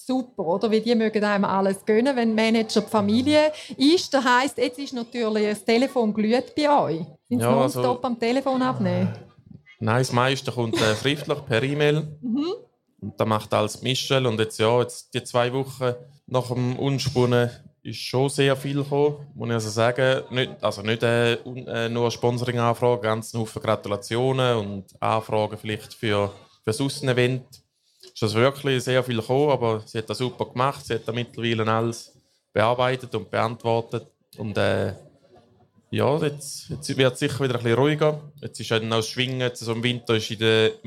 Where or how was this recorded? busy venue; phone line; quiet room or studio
busy venue